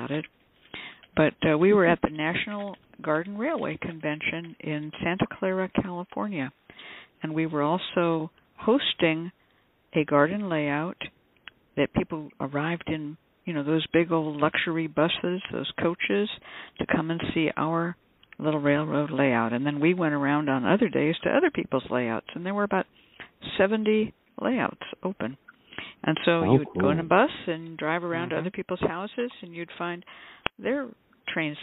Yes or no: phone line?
yes